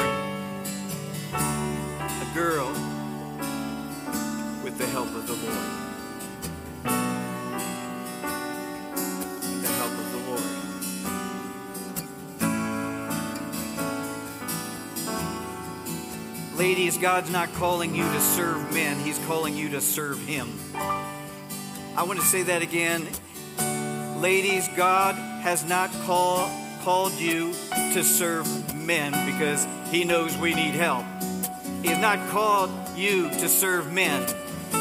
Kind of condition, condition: setting, large echoing room